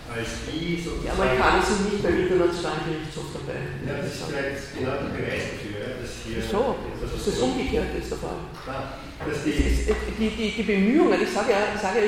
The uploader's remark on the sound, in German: Ringvorlesung im WS 2016